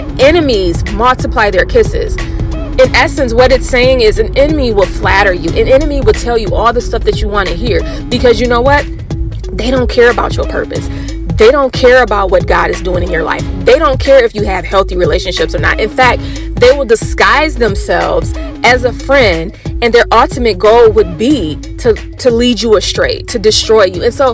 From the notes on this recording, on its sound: uncut, car drive (yes, that's where this podcast was recorded)